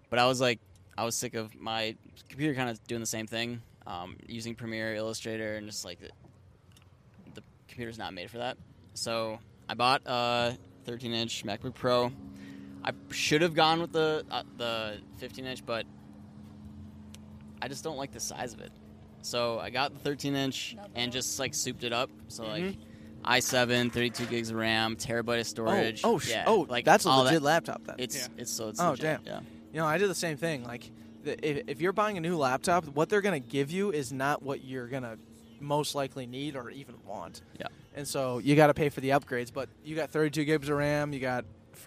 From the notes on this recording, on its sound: This week we record our first ever podcast on a boat out on lake Minnetonka.